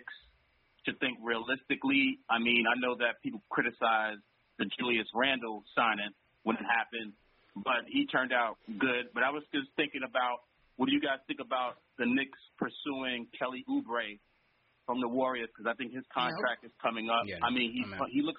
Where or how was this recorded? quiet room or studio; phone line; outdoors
phone line